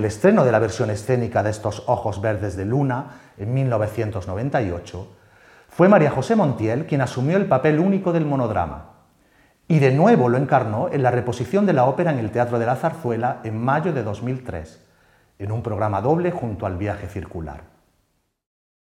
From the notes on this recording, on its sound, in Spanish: La conferencia fue grabada en el Teatro de la Zarzuela en noviembre de 2022.